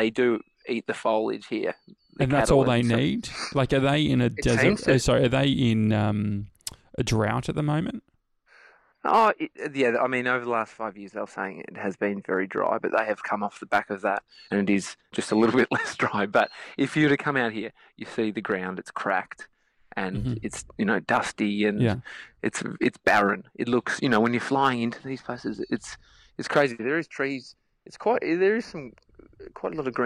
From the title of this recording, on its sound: live from the outback